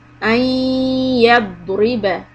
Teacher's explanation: This is called idgham. When we don't read the noon, but we go directly to the ya.